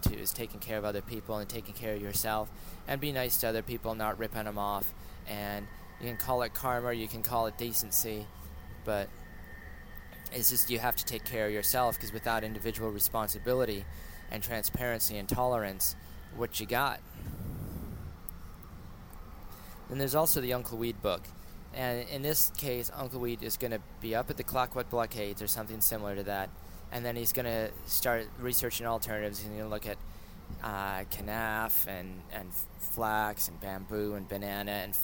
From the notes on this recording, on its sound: I came across a recording spontaneously spieled while riding the bus from North Van to Surrey.